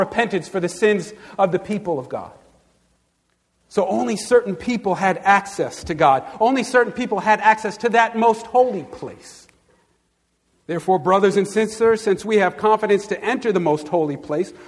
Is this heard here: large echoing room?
yes